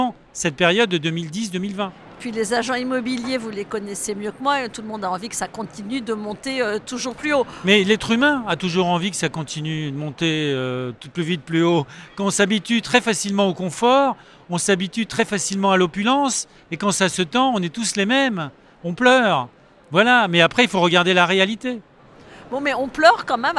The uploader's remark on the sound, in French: Cet épisode a été enregistré en live du RENT.